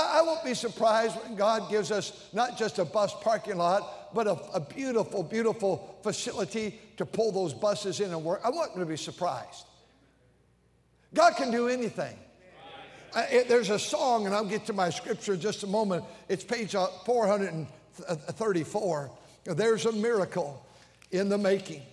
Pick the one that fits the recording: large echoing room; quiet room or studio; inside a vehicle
large echoing room